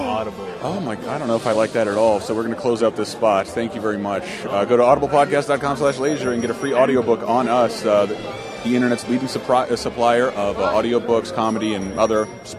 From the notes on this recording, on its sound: LIVE from Boston’s PAX East 2012 extravaganza!